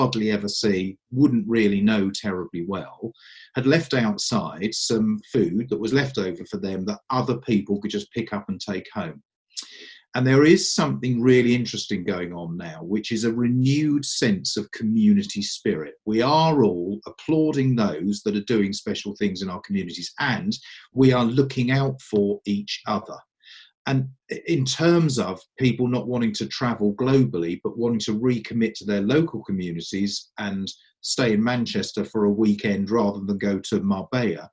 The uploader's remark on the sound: Forgive the audio quality, these episodes are being recorded remotely to keep everyone safe.